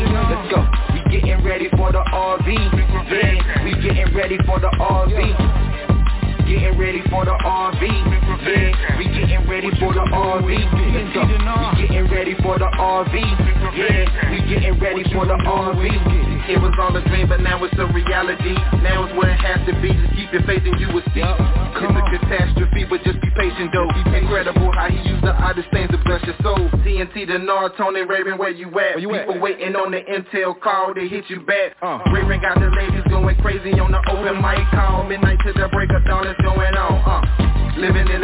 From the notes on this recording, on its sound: TNTSuperfantastic Conference Call.